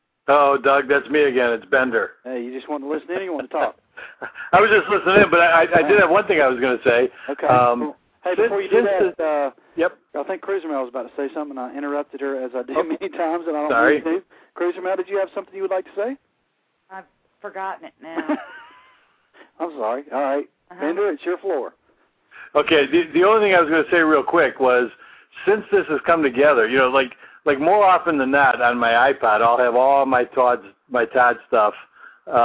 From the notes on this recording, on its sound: Fans will be calling in to tell us their feelings